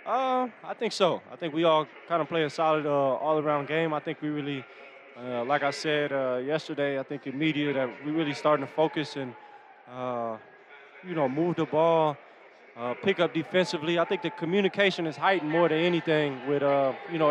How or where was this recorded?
busy venue